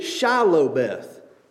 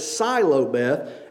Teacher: These Ephraimites could not say Shilobeth. They couldn't pronounce the sh sound, so they pronounced it Silobeth